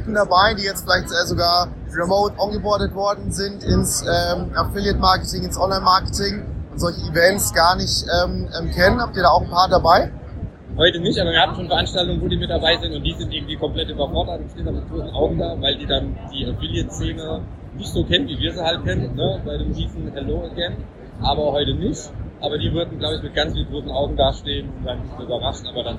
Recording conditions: background noise